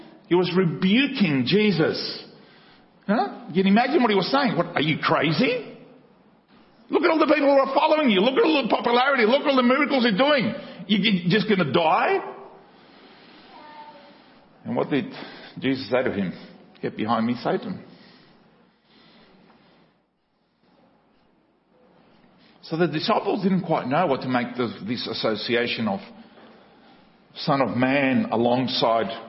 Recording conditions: large echoing room